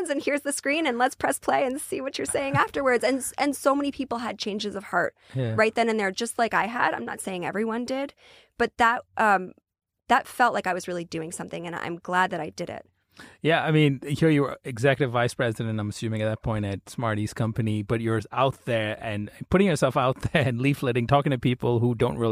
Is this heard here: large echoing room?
no